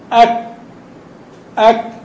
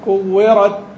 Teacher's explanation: تكون الشدة في بداية الصوت، في بداية النطق بالكاف والتاء، ثم بعد ذلك يأتي الهمس · Term: الشدة والهمس